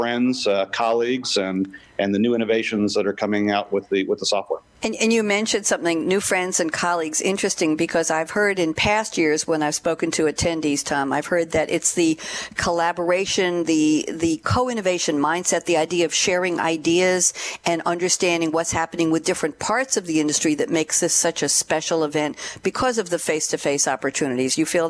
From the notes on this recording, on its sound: Interviews Automotive’s leading industry experts at the Best Practices for Automotive Conference 2018. With Hundreds of auto professionals, the conference is dedicated to embracing innovation.